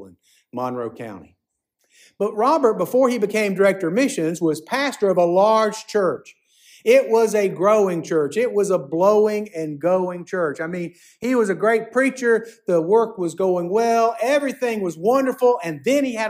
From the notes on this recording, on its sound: preached at Fairmount Baptist Church on January 21, 2024